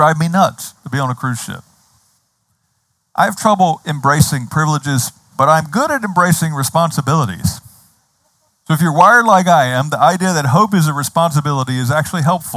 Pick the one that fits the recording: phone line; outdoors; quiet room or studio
outdoors